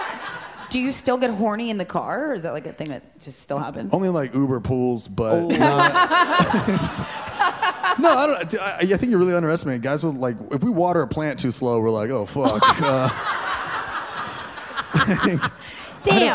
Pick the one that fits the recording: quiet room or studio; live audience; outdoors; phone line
live audience